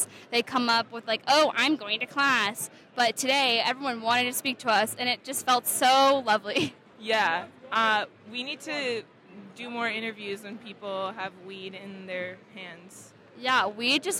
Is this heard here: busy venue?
yes